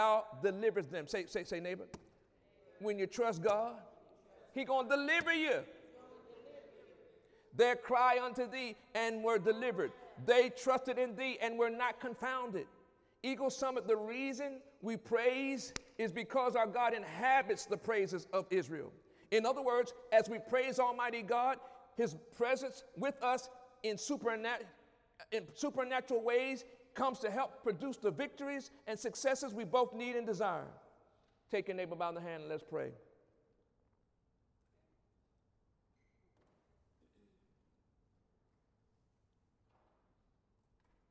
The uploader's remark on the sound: During Wednesday night service on June 21, 2017